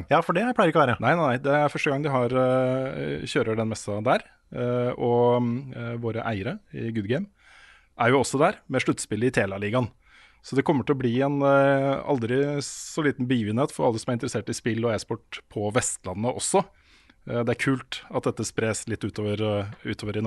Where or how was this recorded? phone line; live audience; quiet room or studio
quiet room or studio